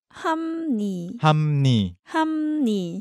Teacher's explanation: There's no room for the sound of P.